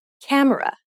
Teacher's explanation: when you say camera in English, you put stress on ka and say it for longer than the other syllables of the word